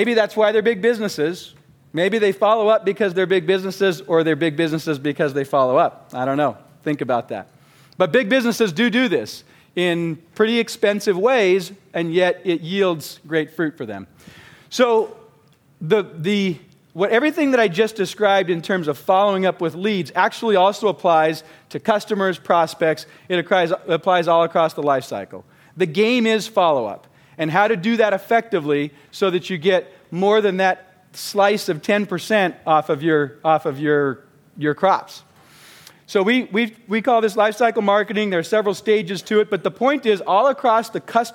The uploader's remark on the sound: Recorded live at the Genius Network Annual Event.